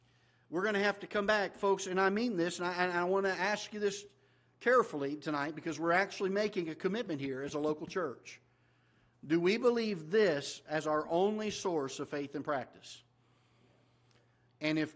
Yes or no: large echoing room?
yes